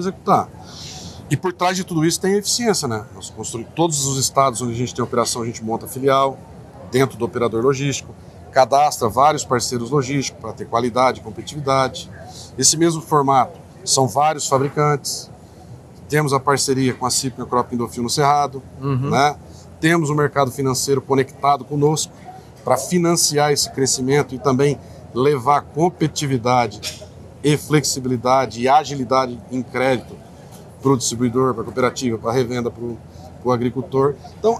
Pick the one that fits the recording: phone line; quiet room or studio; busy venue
busy venue